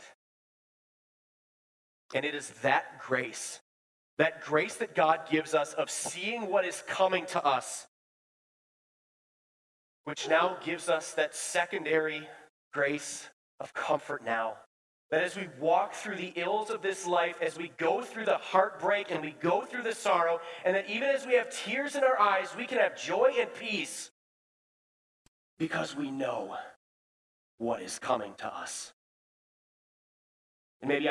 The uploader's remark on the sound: Bethany, Appleton, WI. Preached this sermon at Bethany's Sunday worship on November 6, 2022.